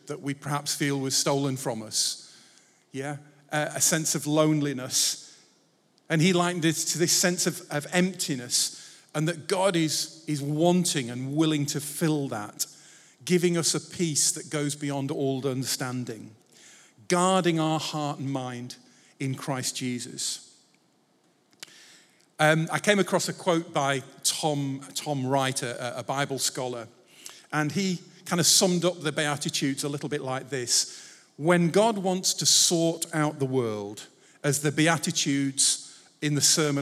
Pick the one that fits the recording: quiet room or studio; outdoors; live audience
live audience